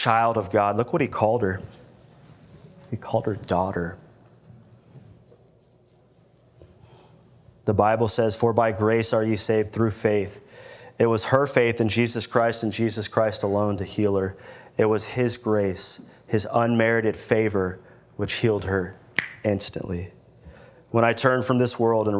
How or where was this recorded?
large echoing room